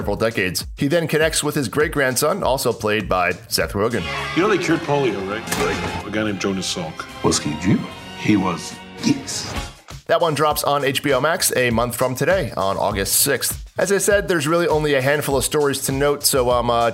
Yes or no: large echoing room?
no